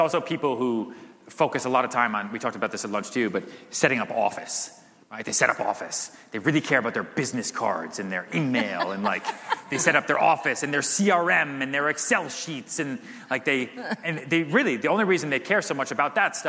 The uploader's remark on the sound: answers questions from audience members at The HyperFast Sales Summit